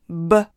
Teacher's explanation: 在发音之前，声带要有一个预振动，这样浊化的效果才会更加地好